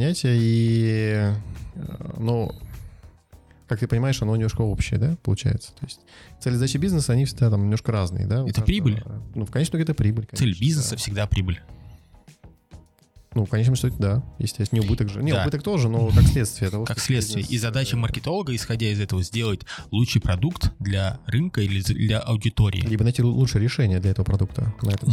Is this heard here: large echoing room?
no